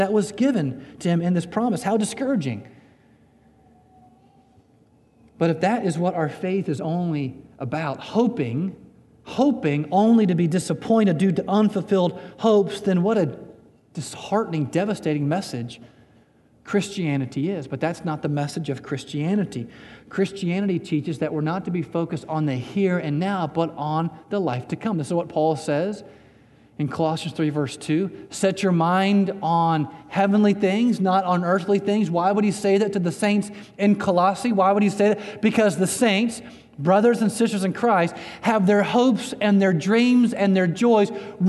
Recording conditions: large echoing room